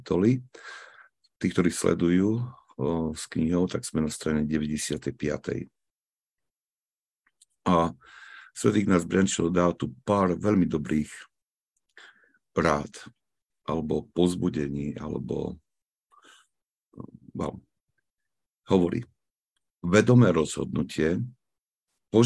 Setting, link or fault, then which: link, video call